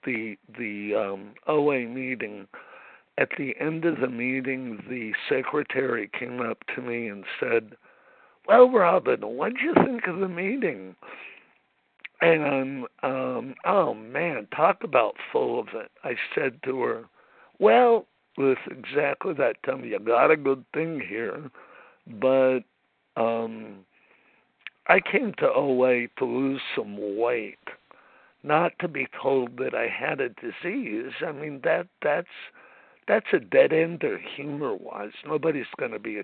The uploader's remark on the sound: 100 Pounders Phone Meeting